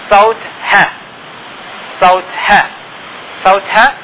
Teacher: يتم عن طريق تضييق الأوتار الصوتية مما يؤدي إلى إعاقة الزفير · Term: الصوت الحنجري